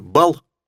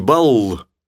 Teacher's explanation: И они различаются за счет долготы согласной.